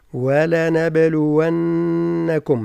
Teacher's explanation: الحروف كلها مرققة، فحذاري من التفخيم، مع قلقلة الباء